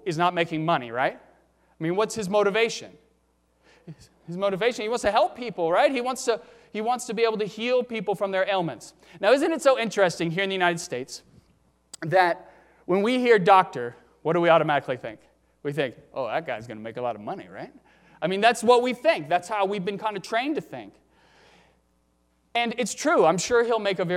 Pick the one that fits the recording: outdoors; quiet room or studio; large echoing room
large echoing room